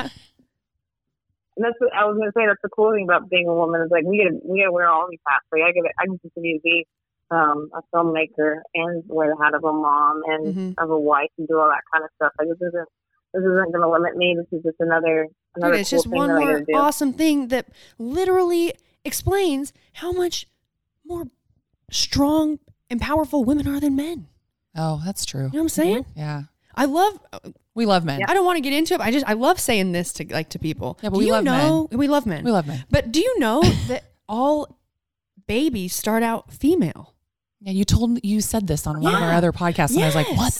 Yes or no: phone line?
yes